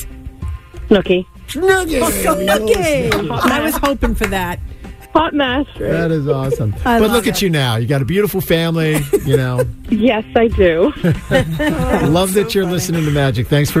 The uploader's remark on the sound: One of our MAGIC listeners called